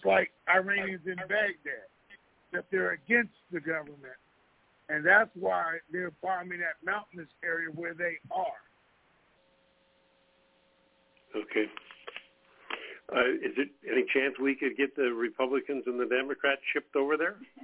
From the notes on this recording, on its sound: TNTSuperfantastic Conference Call